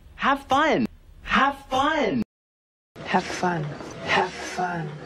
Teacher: Have, tenemos que pegar la B corta acá.